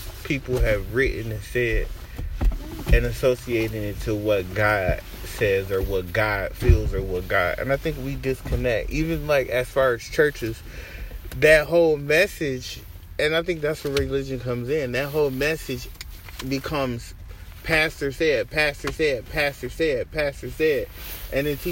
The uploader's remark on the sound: Conversations in the car with my best friend.